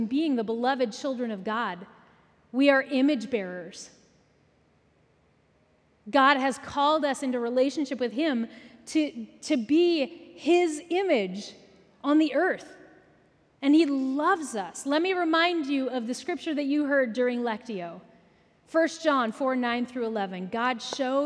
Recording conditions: live audience